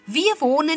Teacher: H no se pronuncia, simplemente se extiende la vocal.